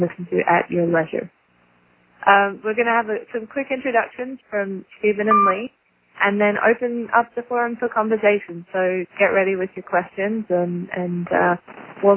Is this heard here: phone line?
yes